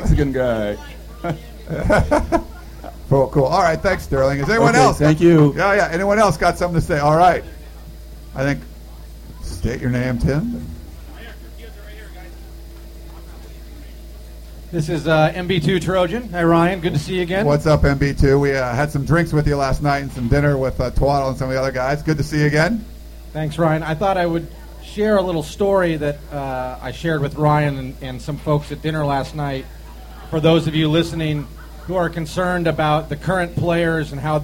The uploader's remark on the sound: We recorded a very special podcast with a live audience of USC fans that gathered to celebrate the newest crop of Trojans.